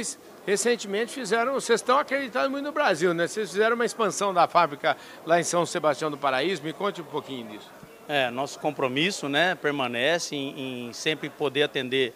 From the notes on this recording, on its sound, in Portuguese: Prosa gravada durante o Simpósio Asbram, em Campinas.